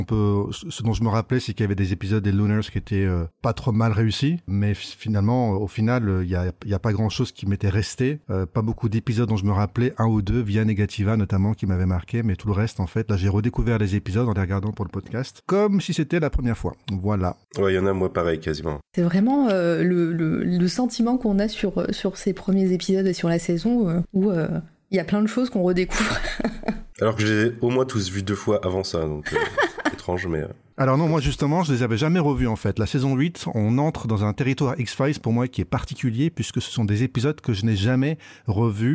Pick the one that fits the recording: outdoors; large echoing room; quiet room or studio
quiet room or studio